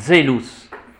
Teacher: ce n'est pas un Z, c'est Zelus. Il y a un petit D avant.